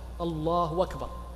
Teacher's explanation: الصورة الثالثة وهي التي تجوز عند المحققين، وهو إشباع الضم حتى تكون واوا مع وصل الهمز، فحينئذ لا يكون إشباعا وإنما قلب للهمزة إلى واو